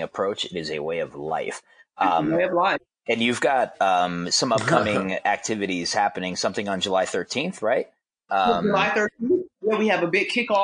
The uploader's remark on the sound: a more bootleg time for us (audio much less cute than now)